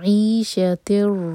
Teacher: تنوین کے بعد را تو یہ ہے ادغام بغیر غنہ کے تو نون کی آواز کو بالکل ٹچ نہیں کریں گے